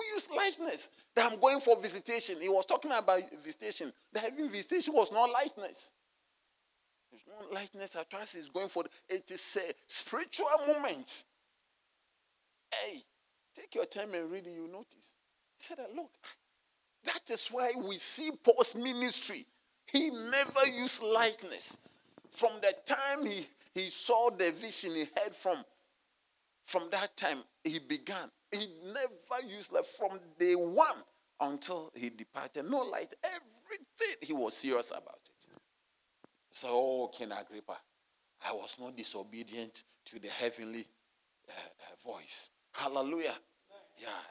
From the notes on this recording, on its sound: Sermon delivered on Wednesday, January 31, 2024, at Serious Christian Church in Cape Town, South Africa.